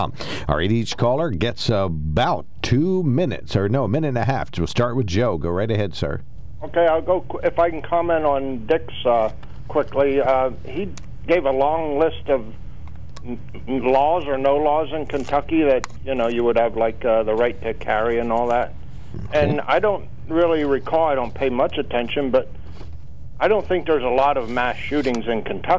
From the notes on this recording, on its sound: During open phones